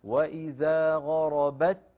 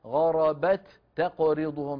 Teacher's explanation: لبيان أن التاء الأولى اللي هي غربت أدغمت في التاء الثانية اللي في تقرضهم، فصارت التاءان تاء واحدة مشددة هكذا. وإذا غربت، ولا ننطق تاءين منفصلتين عن بعضهما · Shown in: first take · ما نقول غربت تقرضهم، لا، غربت تاء واحدة مشددة.